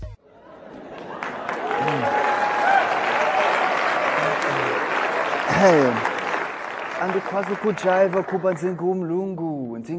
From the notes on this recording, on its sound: In this talk from TEDxCapeTownED 2012. By the end, his passionate talk has the TEDxCapeTownED audience on their feet, dancing in appreciate of this energetic and amusing talk.